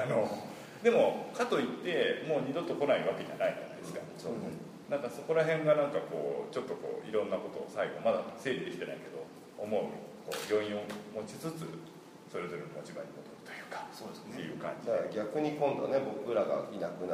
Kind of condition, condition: setting, live audience